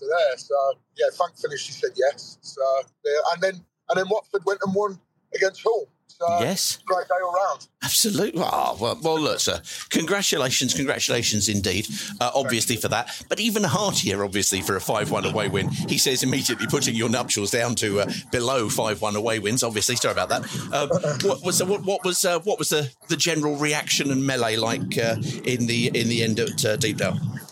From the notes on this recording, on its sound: joins us from platform 6 of Preston station